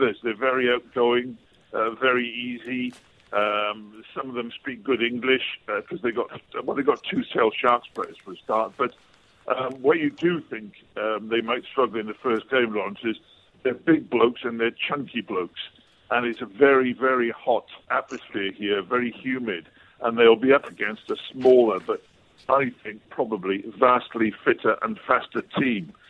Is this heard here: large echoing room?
no